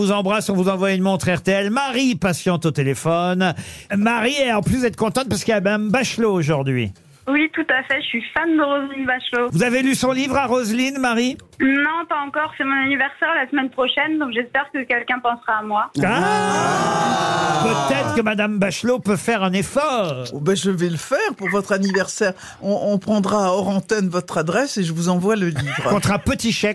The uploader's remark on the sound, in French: Avoir des auditeurs au téléphone